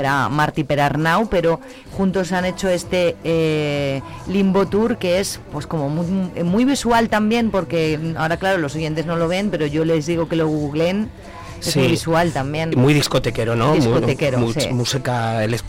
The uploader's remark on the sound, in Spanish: Hoy nos visita en el estudio el músico zamorano. Hablamos por teléfono.